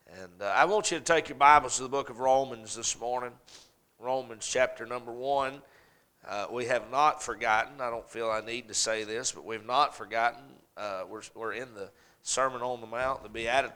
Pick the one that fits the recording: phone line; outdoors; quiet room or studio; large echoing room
large echoing room